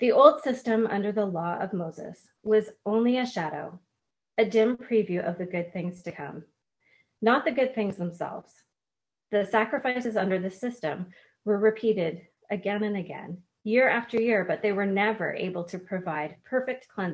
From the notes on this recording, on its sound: For this summer zoom service